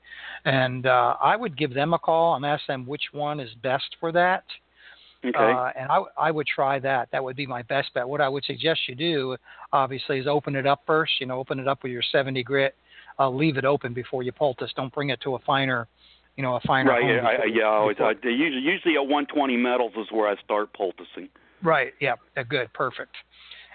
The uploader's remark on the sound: It is a call in show.